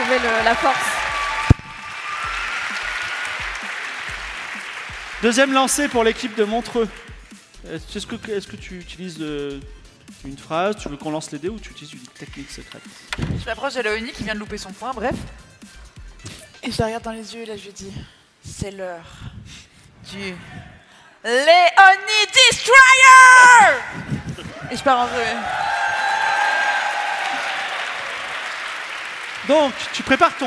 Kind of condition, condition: setting, live audience